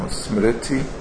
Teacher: the R with a dot under is pronounced as if there's an I after the R